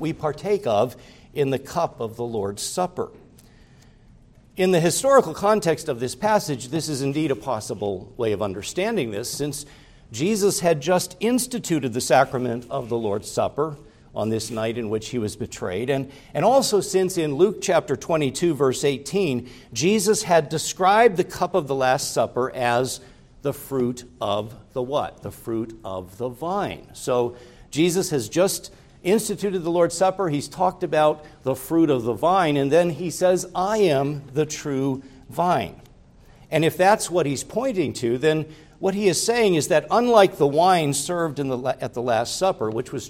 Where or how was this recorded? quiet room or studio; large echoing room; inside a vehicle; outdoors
large echoing room